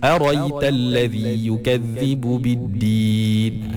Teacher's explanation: Hamzah yang lepas ra tu dibuang. So tak ada. Tak ada Hamzah kat situ. · Term: hadaf